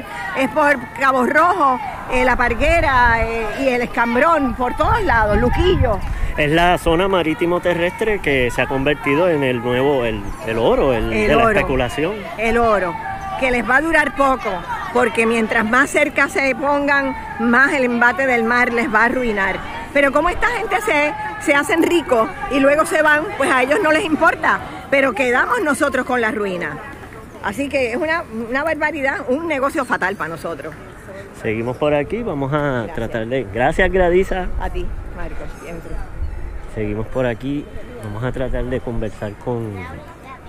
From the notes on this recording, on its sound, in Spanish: llegó a la Plaza de Armas, donde conversó